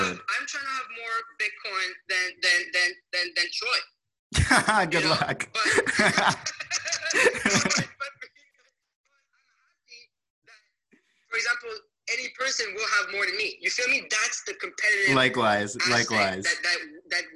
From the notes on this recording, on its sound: Recorded Live On Clubhouse!